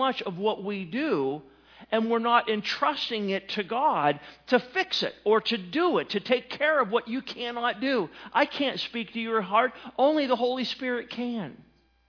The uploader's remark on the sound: Sermon was recorded January 07, 2018 at Northside Baptist Church of Elkhart, Indiana